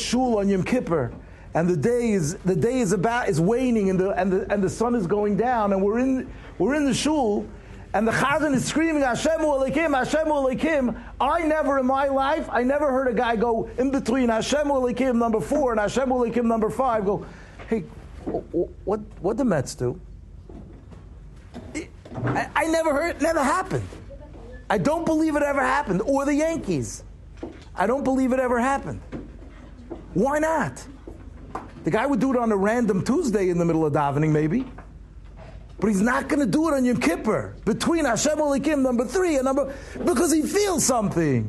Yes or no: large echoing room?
yes